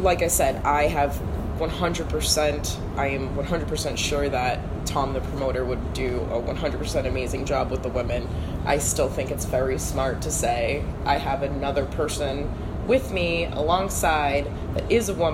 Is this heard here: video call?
no